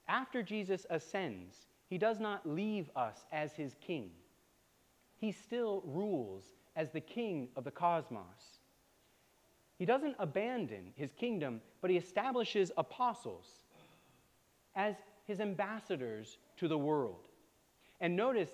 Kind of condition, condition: setting, large echoing room